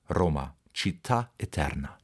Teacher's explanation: das verräterische R spektakulär und auf der Zungenspitze zu rollen · Term: gerolltes R